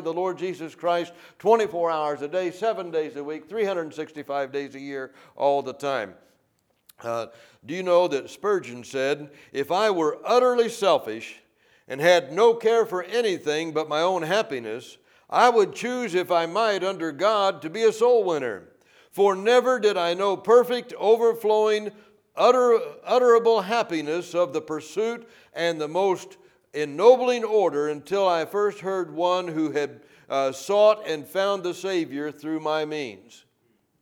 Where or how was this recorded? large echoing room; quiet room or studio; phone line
large echoing room